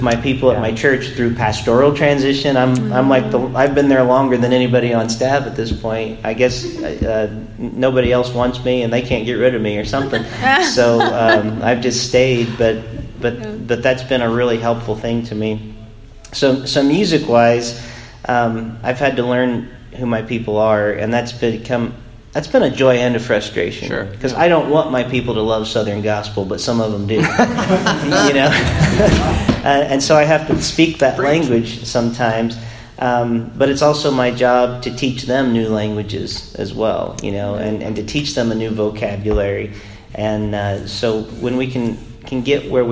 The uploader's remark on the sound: Recorded live and the Indana Convention Center at the General Assembly of the Church of the Nazarene.